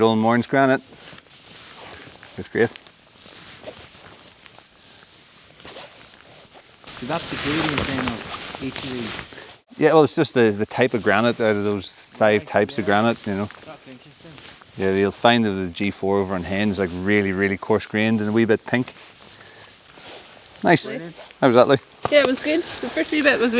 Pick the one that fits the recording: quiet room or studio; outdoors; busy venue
outdoors